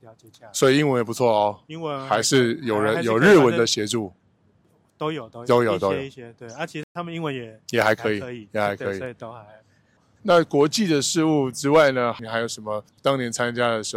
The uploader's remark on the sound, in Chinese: 在板橋火車站外面錄音